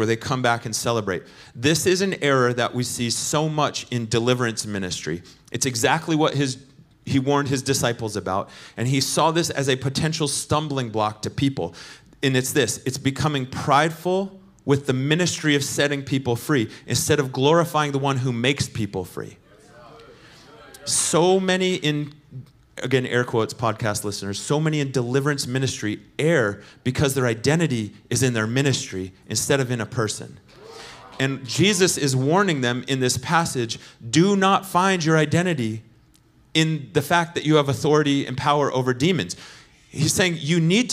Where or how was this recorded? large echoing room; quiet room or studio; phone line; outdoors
large echoing room